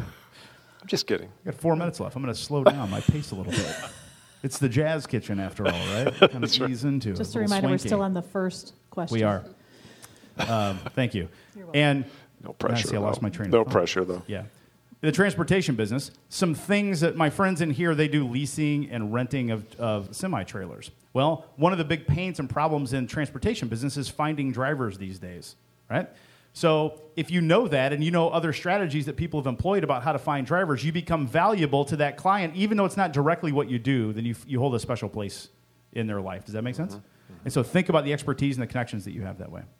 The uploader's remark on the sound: LIVE Recording!